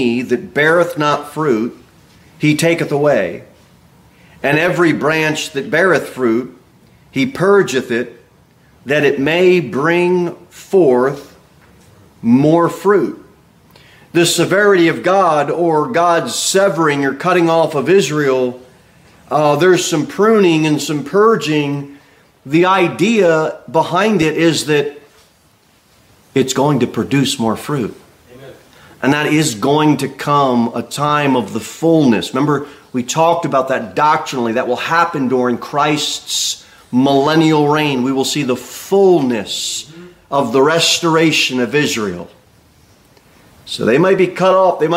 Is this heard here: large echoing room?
yes